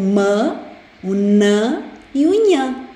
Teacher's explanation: quando o palato mole desce, o ar vai conseguir passar também pelo nariz e passa a ser um som nasal